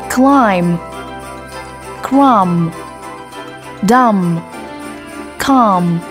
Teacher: âm B là một âm câm khi nó đứng cuối từ và đứng trước nó là âm M